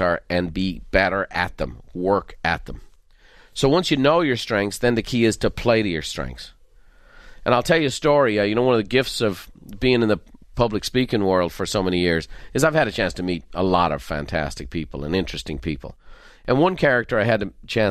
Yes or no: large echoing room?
no